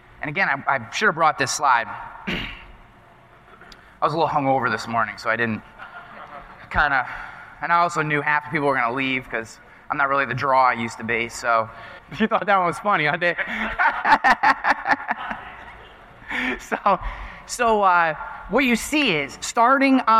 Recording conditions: live audience